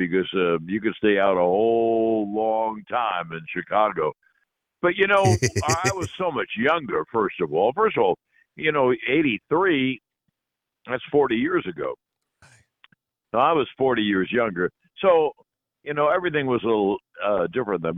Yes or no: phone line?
yes